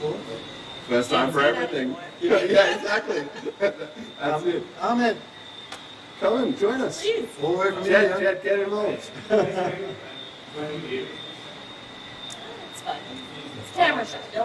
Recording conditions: background noise